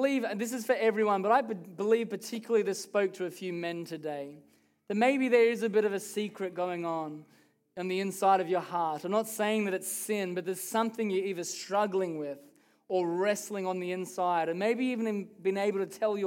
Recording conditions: live audience